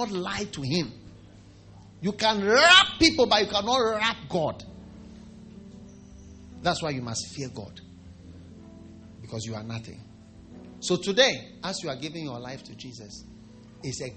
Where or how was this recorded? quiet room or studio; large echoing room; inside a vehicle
large echoing room